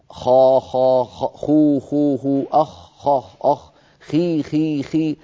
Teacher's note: ثم يقول الخاء من أدنى الحلق